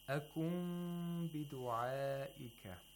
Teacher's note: Here we have iqlab of nun sakina, which means you have to pronounce the nun like a mim sakina that has ikhfa